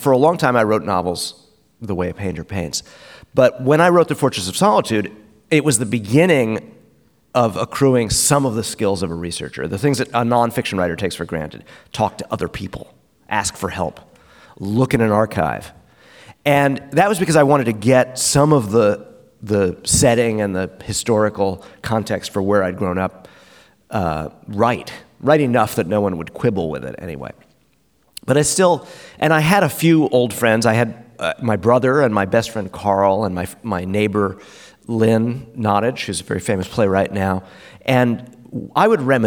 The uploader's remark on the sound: In front of an audience at the 2023 Portland Book Festival.